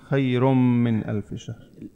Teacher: تدغم النون الساكنة بالميم، ما بنعود نلفظها للنون، وإنما نلفظ الميم مشددة، بصير خير من ألف شهر.